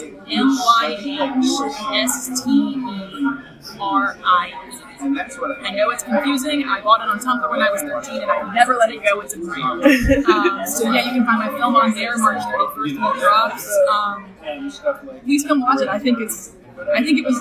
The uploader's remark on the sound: Media coverage for the film fest at Horrorhound! Please excuse the noisy background due to the setting of these interviews.